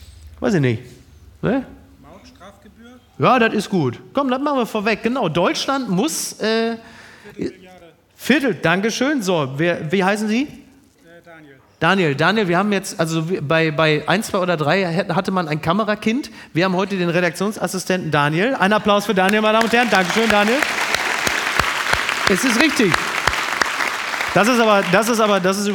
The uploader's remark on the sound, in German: live aus Hamburg